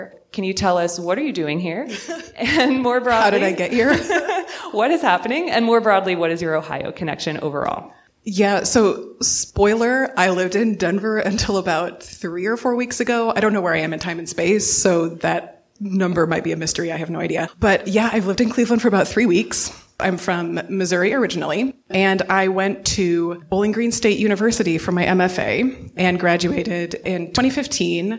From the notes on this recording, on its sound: In this special live episode. This episode was recorded before a live audience. At Cleveland Public Library as part of Literary Clevleand’s Inkubator Writing Conference.